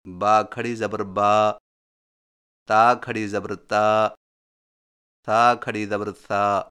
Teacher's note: number دو، کھڑا زبر کی ادائیگی حرف کے اوپر کھڑی لکیر کو کھڑا زبر کہتے ہیں، اور کھڑا زبر ہونٹوں کو اوپر کی طرف کھول کر تھوڑا سا کھینچ کر پڑھا جاتا ہے